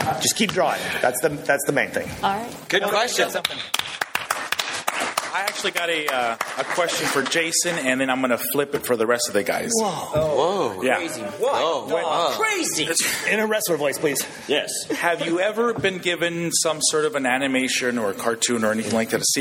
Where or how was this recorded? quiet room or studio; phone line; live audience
live audience